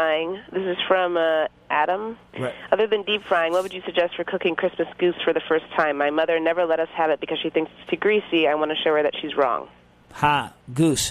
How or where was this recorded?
phone line